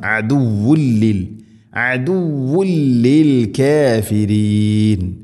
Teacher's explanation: തൻവീന് ശേഷം ലാം ഇദ്ഗാം ബിലഗുന മണിക്കാതെ കൂട്ടിലയിപ്പിക്കണം. അദുവുല്ലിൽ അദുവുല്ലിൽ കാഫിരീൻ ലിൽ കാഫിരീൻ എന്നല്ല പറയേണ്ടത്.